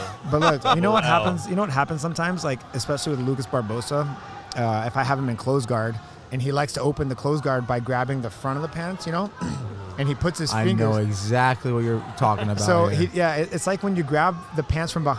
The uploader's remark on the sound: Part 2 of the non-live broadcast from Nogi Worlds in Anaheim, California.